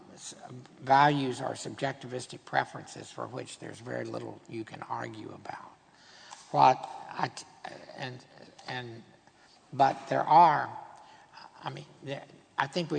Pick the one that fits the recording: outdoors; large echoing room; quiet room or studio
large echoing room